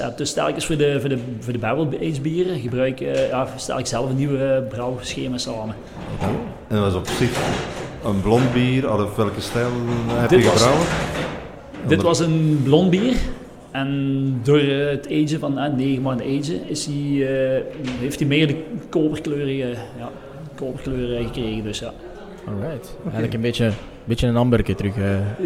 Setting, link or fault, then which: setting, busy venue